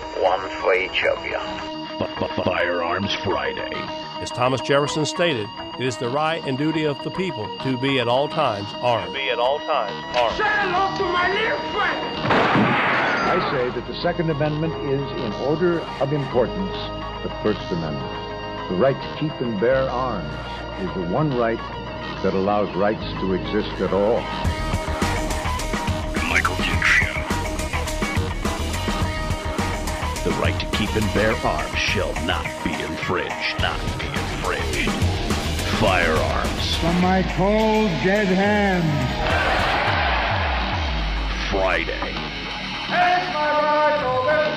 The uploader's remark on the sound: We'll also up all the phone lines